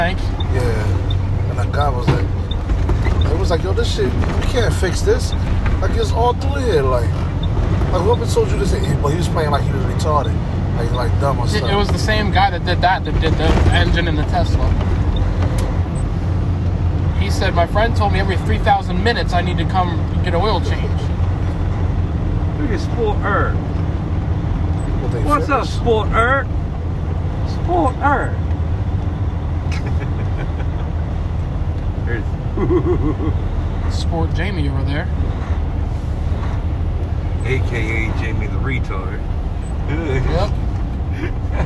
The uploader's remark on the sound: Hangin and bangin up in the truck.